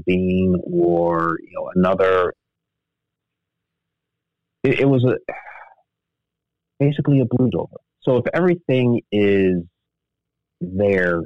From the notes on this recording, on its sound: we had to resort to the good old phone call to continue